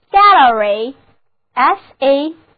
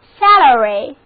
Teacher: 前一个 a 字母发 a 的梅花音，后一个 a 字母发作 a